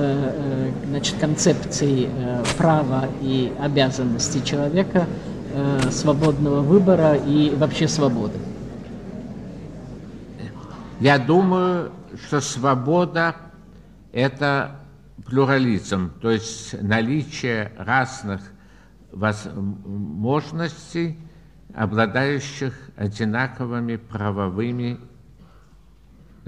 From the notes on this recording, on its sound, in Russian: Лионская лекция. Ответы на вопросы.